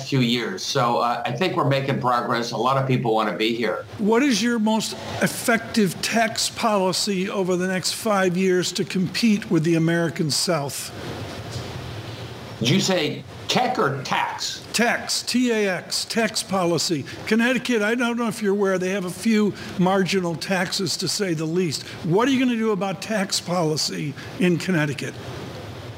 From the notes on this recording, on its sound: live from the Greenwich Economic Forum